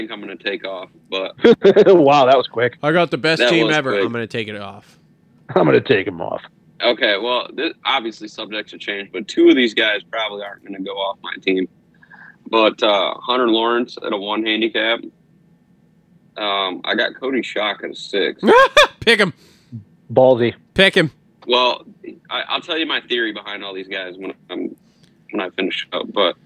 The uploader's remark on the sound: jump on the phone